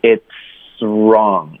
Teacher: 我们发 r 的时候，它会往后拉一点，发 r 的音，因为要卷舌